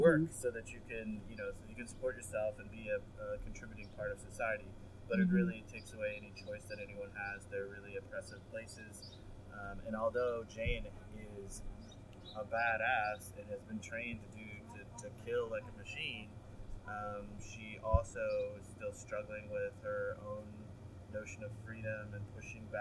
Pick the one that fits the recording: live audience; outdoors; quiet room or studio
outdoors